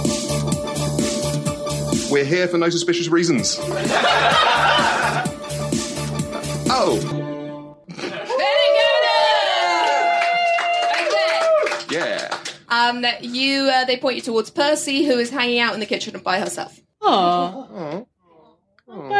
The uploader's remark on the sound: Character Building Experience is an improvised, role playing game show recorded in front of a live audience.